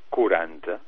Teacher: Però si dius quaranta, és quaranta, i aquesta ua esdevé u